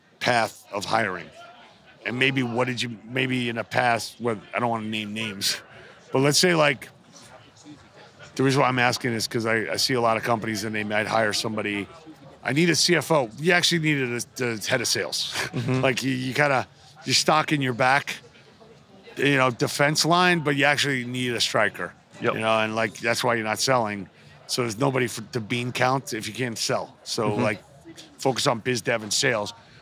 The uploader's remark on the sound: Live from the floor of the March 2023 IHRSA Trade Show in San Diego.